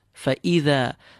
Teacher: Fa'idha. Fa smooth, hamza nice and clean. Feel it exiting from the lowest part in your throat. Fa'idha. Thal smooth.